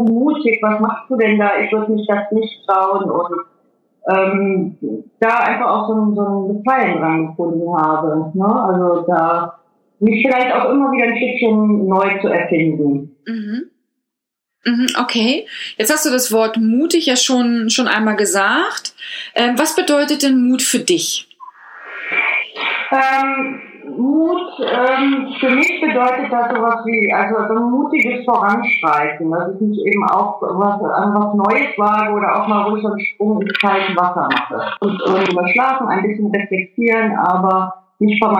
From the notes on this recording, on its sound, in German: Per Skype interviewt.